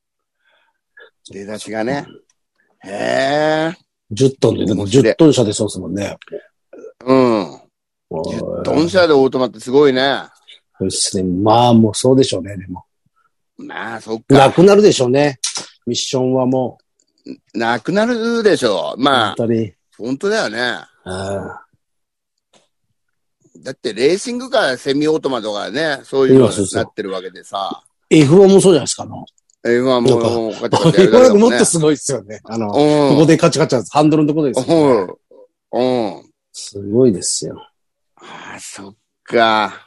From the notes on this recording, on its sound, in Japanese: ZOOMで収録